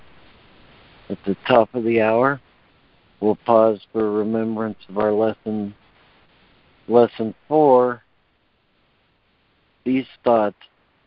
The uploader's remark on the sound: ACIM Daily Conference Call.